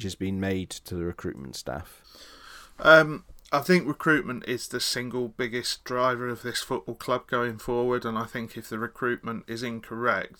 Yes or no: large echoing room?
no